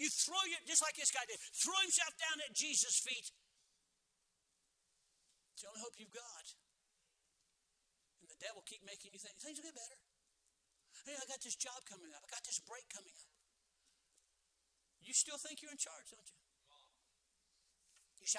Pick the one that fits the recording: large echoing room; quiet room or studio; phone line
large echoing room